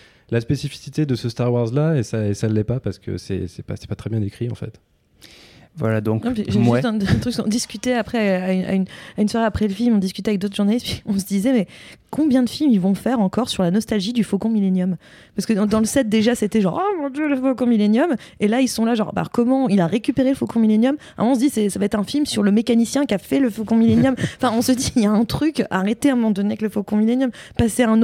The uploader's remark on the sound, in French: En direct de la Quinzaine des réalisateurs. À La Malmaison (Cannes).